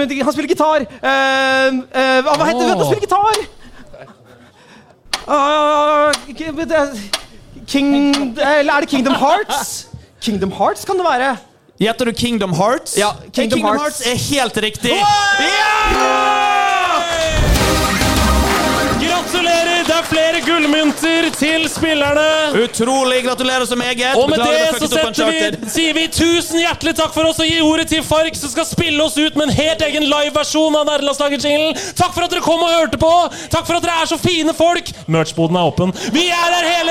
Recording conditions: busy venue